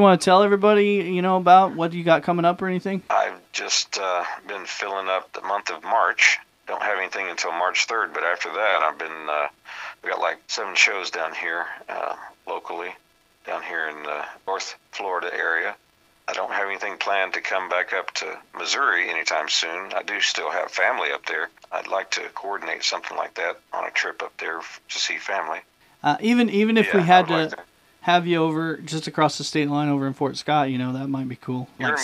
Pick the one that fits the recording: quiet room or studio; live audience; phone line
phone line